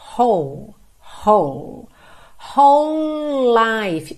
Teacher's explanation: Então, ó, W-H-O-L-E, whole, whole, whole life. Eu junto tudo aqui porque é como se eu tivesse dois L's ligados, já que o E do whole não é pronunciado